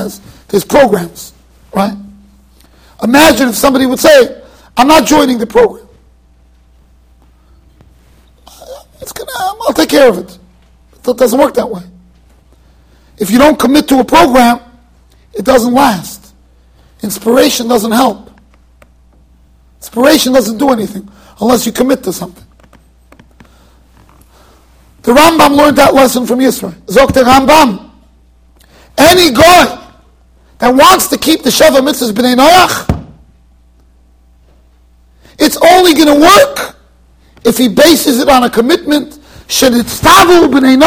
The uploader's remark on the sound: Shiur recorded in Yeshivas Ohr Reuven, Monsey NY.